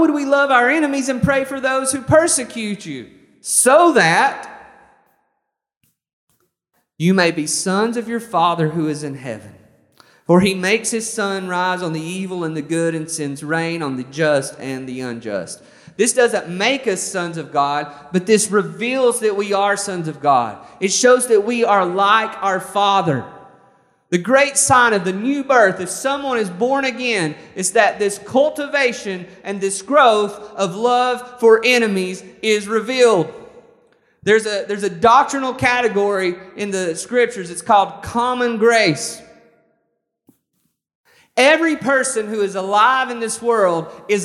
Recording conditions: large echoing room